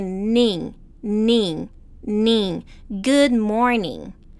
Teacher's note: Fica com esse som de nin. A gente escreve com N, é, N-I-N-G, mas a gente não fala ning.